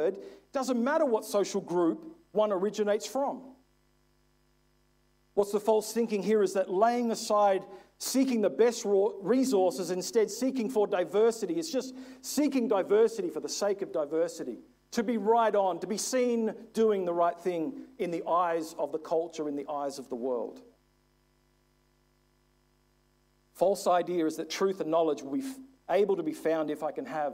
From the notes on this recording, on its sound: This is from session two of our Stand Firm Conference in 2022.